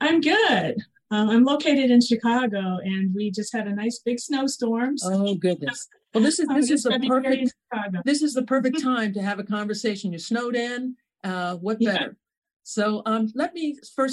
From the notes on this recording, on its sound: In response to the COVID-19 Pandemic, this program was recorded via online livestream by the Commonwealth Club of California in San Francisco, CA.